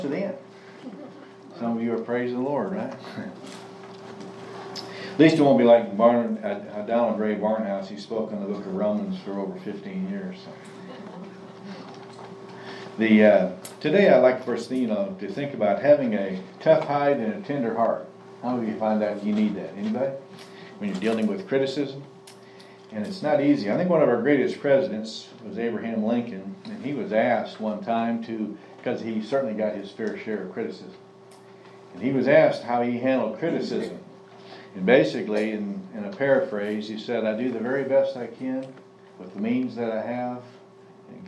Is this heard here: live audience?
yes